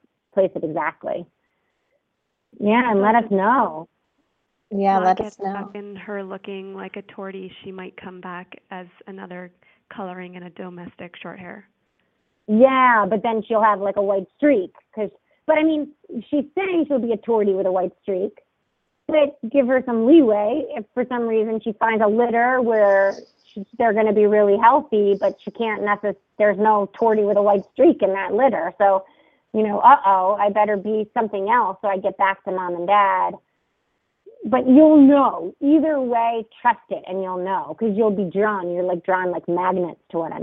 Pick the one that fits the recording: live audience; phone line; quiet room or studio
phone line